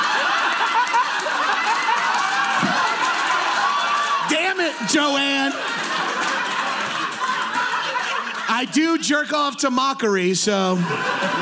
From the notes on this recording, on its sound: People in chicago for podcast fest for a LIVE POWER HOUR. Recorded at chicago podcast festival.